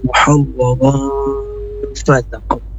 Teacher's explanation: Ikhfa artinya samar-samar antara bunyi tanwin dengan huruf yang ditemunya itu huruf fa. Muhawwarun bukan muharraran fatakum, tapi muhawwarun fatakum.